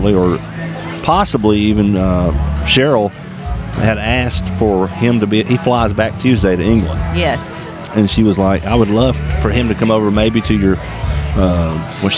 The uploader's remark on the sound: Live at Woodstock!